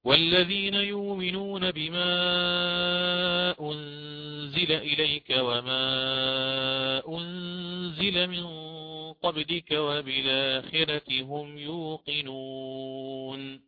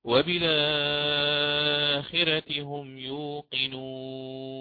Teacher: في الأول أقرأ بالقصر في البدل، ثم آتي بالتوسط، ثم بالإشباع · Term: ثلاثة البدل